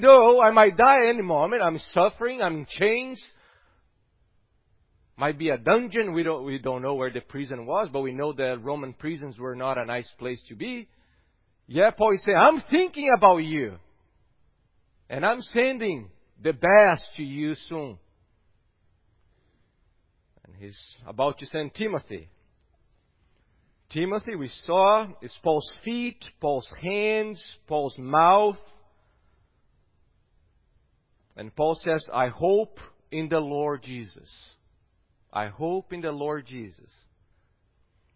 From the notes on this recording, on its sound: at Gracious Cross Reformed Church Salem on Sunday, November 29th, 2020.